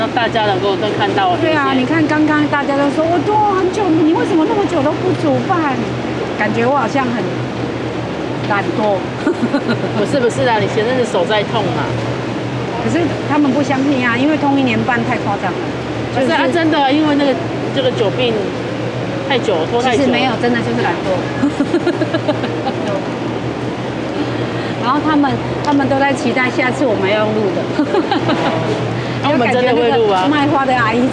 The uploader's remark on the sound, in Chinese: 高雄萬坪自由黃昏市場。現場採買並收音。